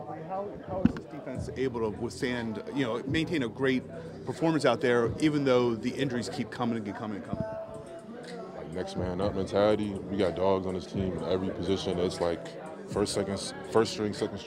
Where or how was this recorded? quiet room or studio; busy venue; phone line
busy venue